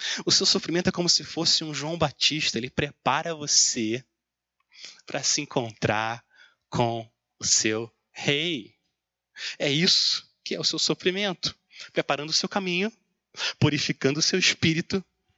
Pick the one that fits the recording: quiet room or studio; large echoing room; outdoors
large echoing room